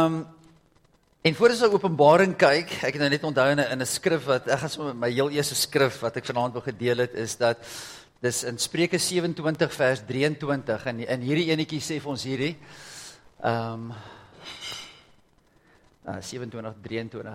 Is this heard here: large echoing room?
yes